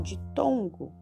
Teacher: a sílaba tônica está no tom né? Primeira coisa é saber que sílaba tônica é a sílaba mais forte.